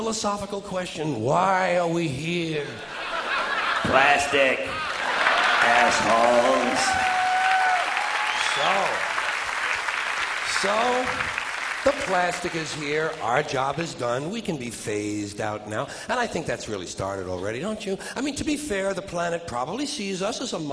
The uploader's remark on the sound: taped on April 24 and 25, 1992, at the Paramount Theater, on the grounds of Madison Square Garden in New York City